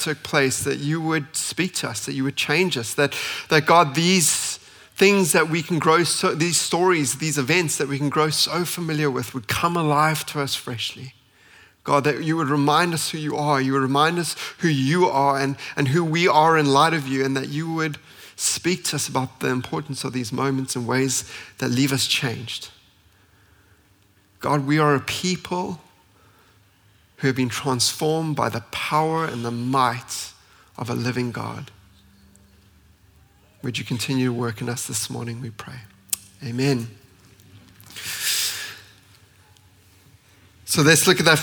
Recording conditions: large echoing room